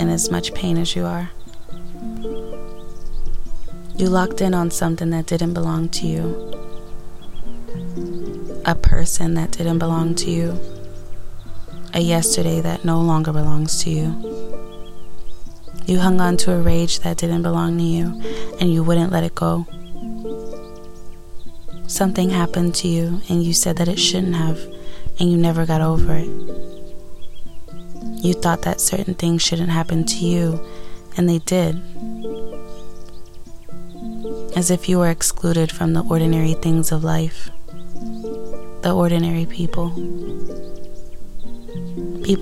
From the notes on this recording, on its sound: Today I tried to be one with nature and sit outside as I record.